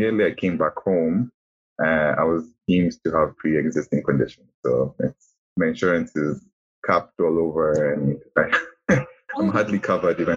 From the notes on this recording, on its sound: Apologies in advance for the background noise, we had to record over zoom due to distance!